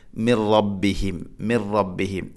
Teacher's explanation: മിൻ സാക്കിനായ നൂന് ശേഷം റാ, ഇദ്ഗാം ബിലാഹുന്ന മണിക്കാതെ കൂട്ടി ലയിപ്പിക്കണം. അപ്പോൾ ഓതേണ്ടത് മിർ റബ്ബിഹിം, മിർ റബ്ബിഹിം.